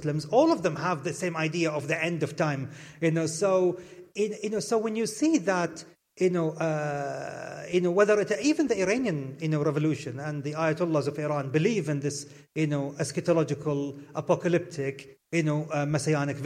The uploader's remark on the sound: Blethered Live at SWG3 in Glasgow